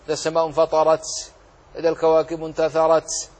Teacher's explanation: نأتي بصفة الهمس ونحرص كل الحرص على ألا تتحول التاء إلى حرف من حروف الرخاوة كما يفعل بعض الناس عند موقفهم كأنها سين.